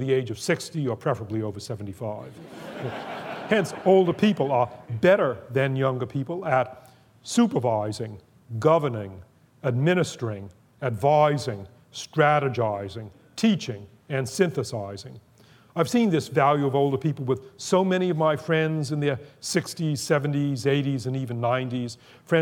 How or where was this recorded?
live audience